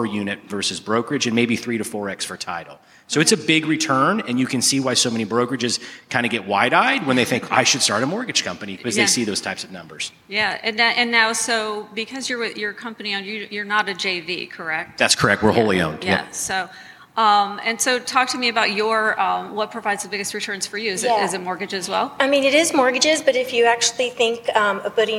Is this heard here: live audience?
yes